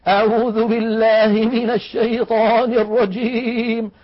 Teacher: ولا بترعيد الصوت، الترعيد بمعنى الاهتزاز، وجعلوا الصوت كأنه يهتز ويضطرب ويرتعد